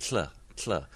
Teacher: they are a release into a voiceless L, that in the IPA symbol, the belted L, the kind of L that we get in Welsh, that voiceless fricative L.